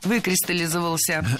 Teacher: Ударение падает на первый слог, на приставку «вы». · Кристаллизовался, закристаллизовался, откристаллизовался, но выкристаллизовался. Произносить это слово довольно сложно, так как ударяем первый слог, а потом идет много безударных слогов.